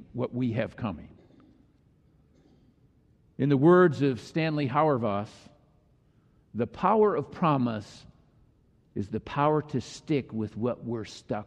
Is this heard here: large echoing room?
yes